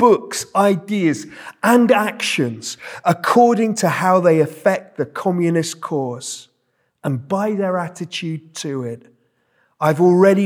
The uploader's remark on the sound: This sermon was preached at Welcome Baptist Church on Sunday 26th February 2023.